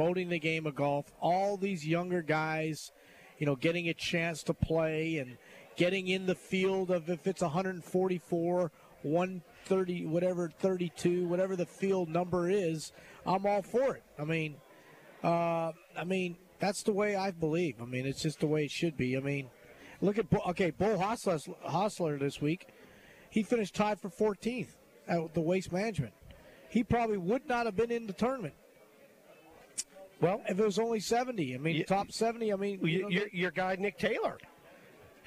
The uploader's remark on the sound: LIVE from Felix's Fish Camp!